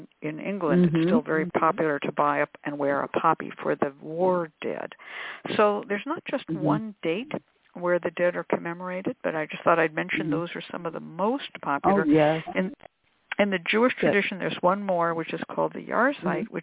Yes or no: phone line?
yes